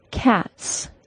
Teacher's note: If a word ends in an unvoiced sound, like the T sound in the word cat, for example, the final S is pronounced as an S sound